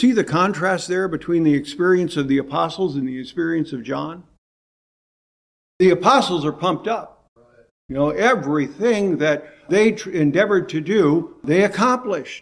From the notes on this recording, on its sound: preached in 2018 at Bethel PBC in Calabash, NC